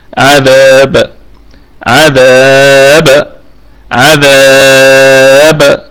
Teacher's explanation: الكلمة كلها مرققة والذال فيها مد طبيعي وصلا، أما وقفا فهو مد عارض للسكون